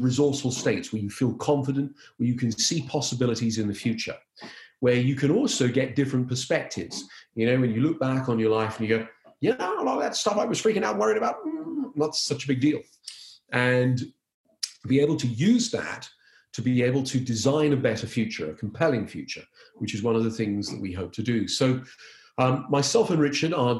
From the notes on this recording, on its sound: We listen back to the audio from our incredible live event. Please note this episode was recorded via Zoom due to COVID19, so we apologise for any sound issues.